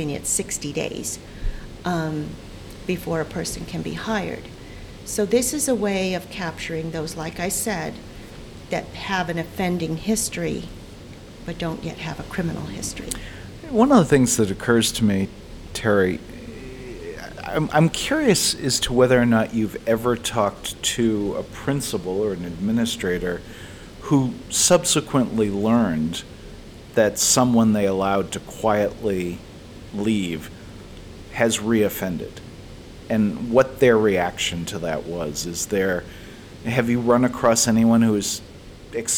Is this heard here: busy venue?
yes